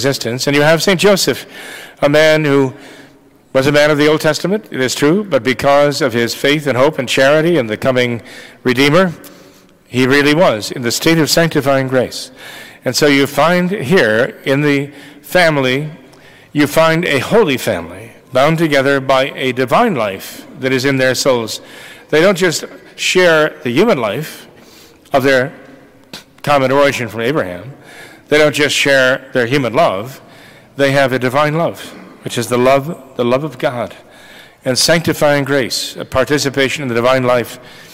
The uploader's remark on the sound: This recording was taken from the Immaculate Conception Church sermon on 1/7/2024